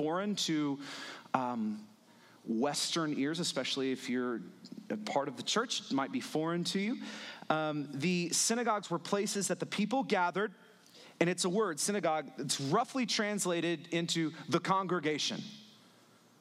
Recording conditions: large echoing room